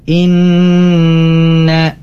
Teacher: Dipanjangkan yang seperti biasa 4-5 harakat. Kemudian ada nun bertasydid, ini harus ditahan. Inna, 3 kali ketukan. · Term: gunnah